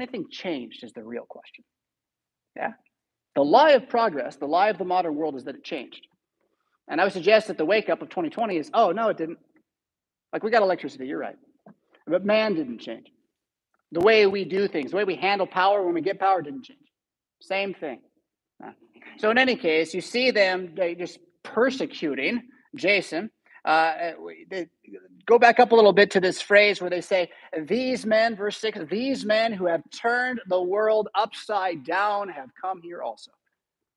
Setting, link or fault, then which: setting, large echoing room